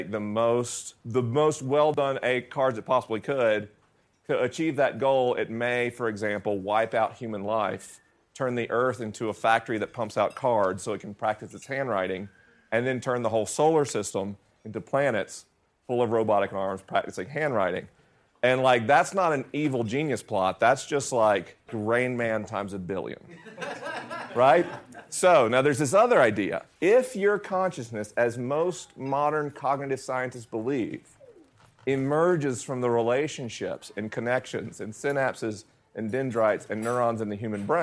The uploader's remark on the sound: LIVE in Denver, CO. This episode was recorded at St. Andrew UMC in Denver, CO with a live audience.